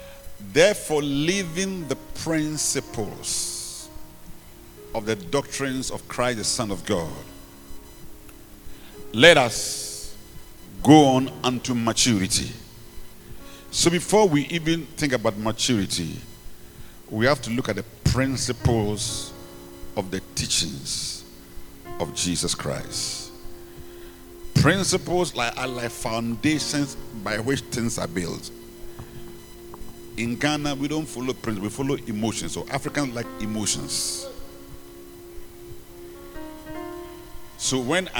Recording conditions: large echoing room